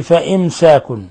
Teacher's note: ميم ساكنة جاء بعدها السين إظهار شفوي في نفس الكلمة فإمساك، لا يجوز أن نضغط عليها ونقول فإمساك، هذا خطأ، وإنما فإمساك بمعروف.